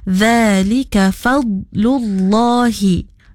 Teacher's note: Kita kena tahan sedikit pada huruf dad, pada huruf dad yang sukun ya, kita kena tahan. Jangan ada sampai bunyi lantunan ataupunnya berbunyi seakan-akan qalqalah. · Term: dad sukun